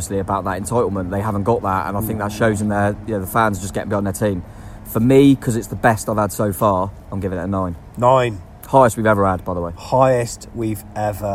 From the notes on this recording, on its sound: From the party atmosphere in The Manchester before the game, right through to the nightlife in Blackpool after hours. We took our microphone with us to capture it all, including the raucous scenes at full-time at Bloomfield Road.